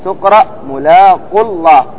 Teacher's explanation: كذلك كلمة ملاق الله تقرأ ملاق الله، أي بضمة على القاف، تحذف الألف، تحذف الواو لالتقاء الساكنين